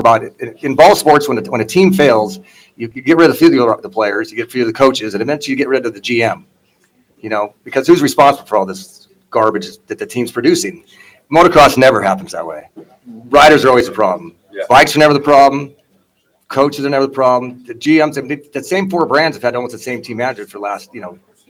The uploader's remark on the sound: Tonight's show comes to from interviews done at the Justin Brayton Shootout. At the Shootout at Pole Position Raceway in Grimes, Iowa.